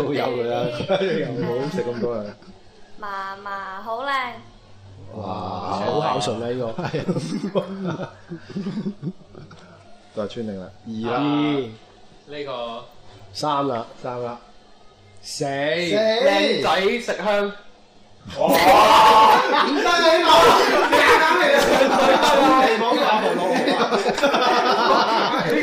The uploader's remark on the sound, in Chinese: 7.11 SooFM线下活动正式启动。7个小矮人一起录节目玩游戏很过瘾哦。大家也在欢笑声中渡过了有一个愉快的下午。我地用声音还原热闹欢乐的活动现场。